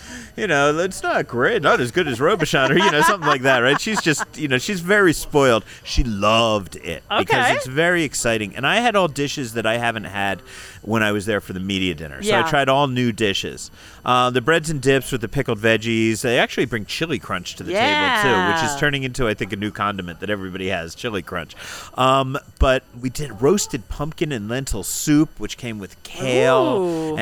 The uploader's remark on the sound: We're back at Dom DeMarco's Pizzeria & Wine Bar on West Charleston